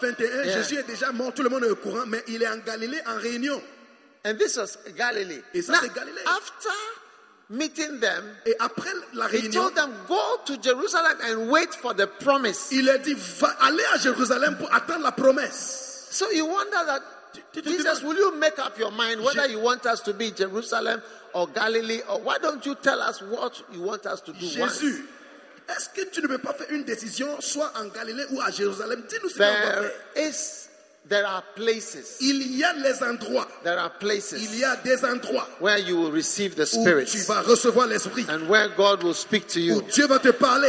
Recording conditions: large echoing room